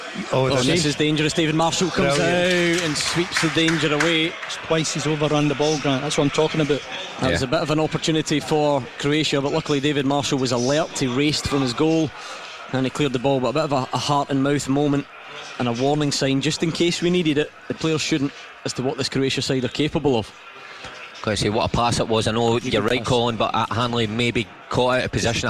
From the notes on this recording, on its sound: live from Scotland HQ at Drygate Brewery